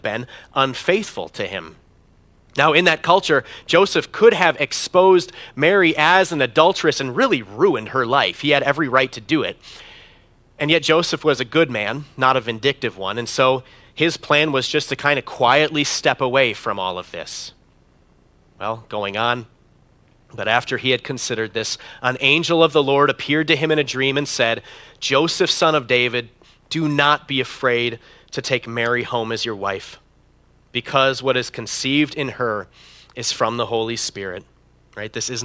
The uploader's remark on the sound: preached this sermon at Bethany's Saturday worship on December 17, 2022